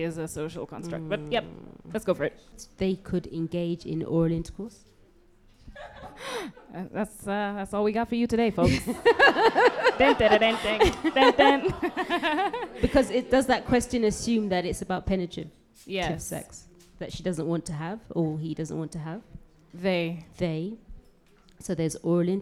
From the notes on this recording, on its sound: at a LIVE podcast recording with a few lovely spreaders